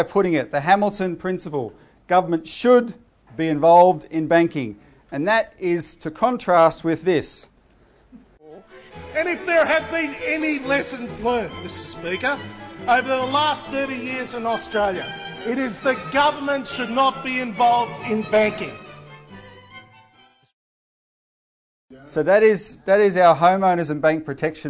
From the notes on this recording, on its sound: Given at the CEC's Activist Conference, 26 February 2017.